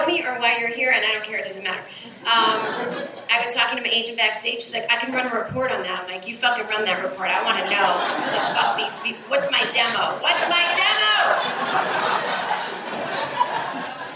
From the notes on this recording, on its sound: A stand-up show she did at the Brooklyn Bellhouse in 2014 that was recorded off of the audio board. This was a two hour show of working out new material and just chatting with the audience.